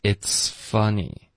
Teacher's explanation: 你爆破后呢，要持续这个嘶的音。一直到你进入 F 的这个 F 的音